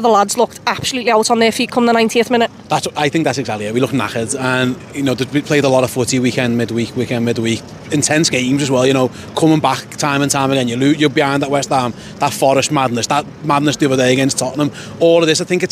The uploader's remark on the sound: Fan Cam. Outside Anfield chatting to some happy Liverpool fans.